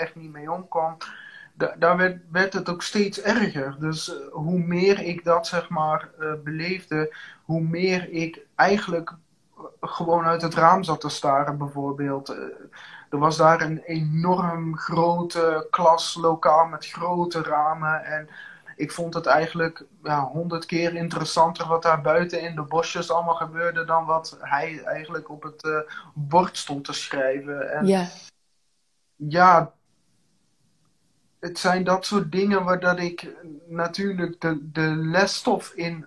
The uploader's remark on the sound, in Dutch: deze EnergyTalk is opgenomen op InstaLive